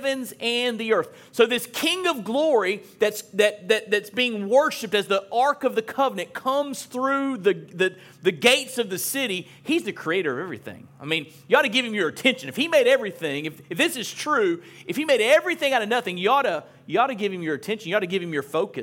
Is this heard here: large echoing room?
yes